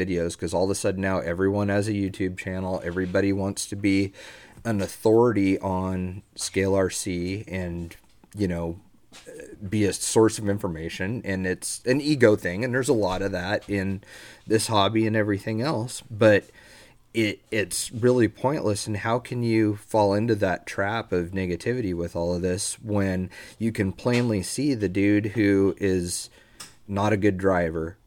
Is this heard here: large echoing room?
no